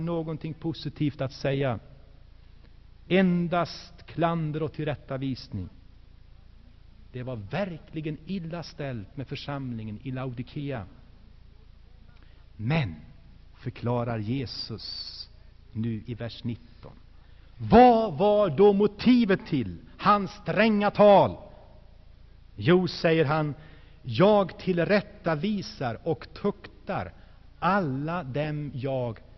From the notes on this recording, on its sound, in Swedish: Inspelad i Saronkyrkan, G&#246;teborg 1985-01-20.